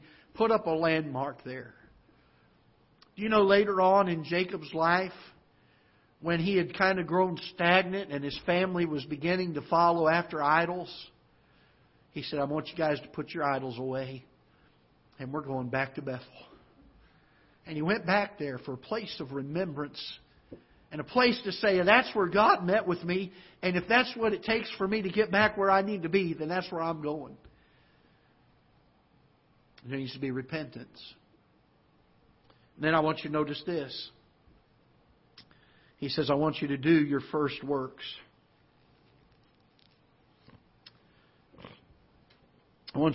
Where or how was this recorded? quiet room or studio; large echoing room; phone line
large echoing room